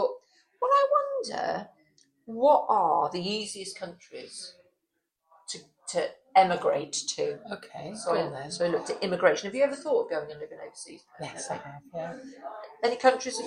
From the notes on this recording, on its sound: We found ourselves back in our usual pub. Apologies for the background noise (although the little girls who came toddling over to us were very cute).